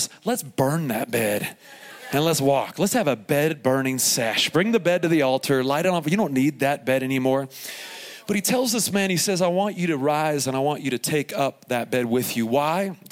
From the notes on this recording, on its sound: Here is a special edition of the podcast, recorded live from Summer Camp 2021 at Faith Heights.